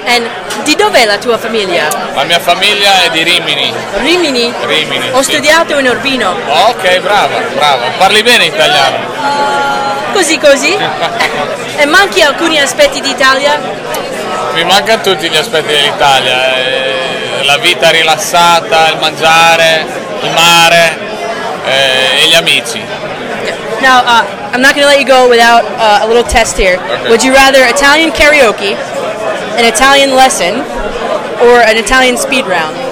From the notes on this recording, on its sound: Location: Carmine & Sons Bar and Restaurant, Brooklyn. Event organizer: in conjunction with Federazione Italiana Baseball Softball.